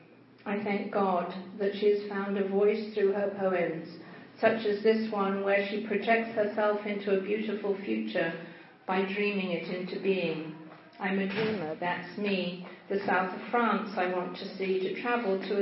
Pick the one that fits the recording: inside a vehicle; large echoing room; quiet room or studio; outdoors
large echoing room